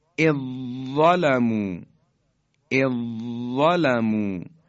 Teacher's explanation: حرف اول حرف ذال مدغمه و حرف ظا مدغمون فی که در هم ادغام شدند